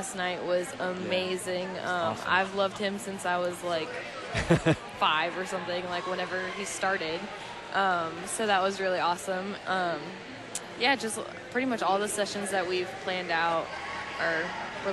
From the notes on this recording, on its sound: Live from the 2019 LCMS National Youth Gathering